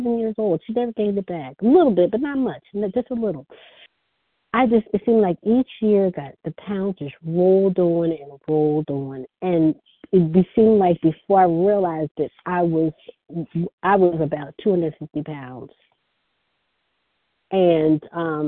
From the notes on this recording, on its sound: 100 Pounders Phone Meeting.